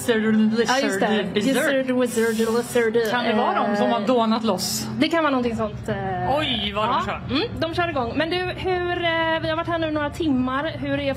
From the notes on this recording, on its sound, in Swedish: Live från WOW. Under Way out west.